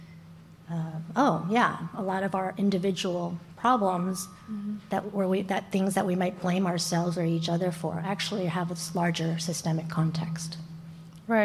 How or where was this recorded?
live audience